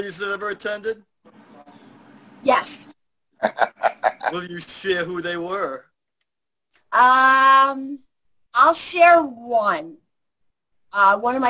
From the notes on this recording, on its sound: I know you will enjoy this Zoom Show.